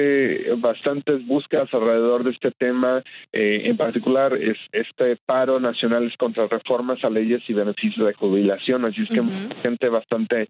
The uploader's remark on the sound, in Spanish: Desde Atlanta se conecta vía telefónica.